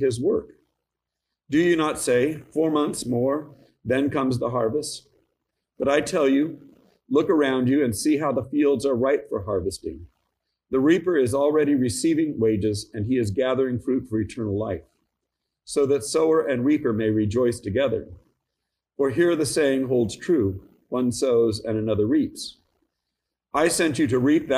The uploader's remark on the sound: Each weekly podcast episode is a live recording from our church in San Jose, California of the Gospel reading followed by an Episcopal Sermon based on that reading. The Episcopal Church in Almaden, San Jose, CA.